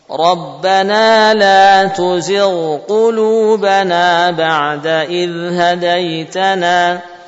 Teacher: Meskipun yang satu huruf tenggorokan, yang satu huruf lidah, namun letaknya dekat. Ghain, ujung tenggorokan, qaf, pangkal lidah.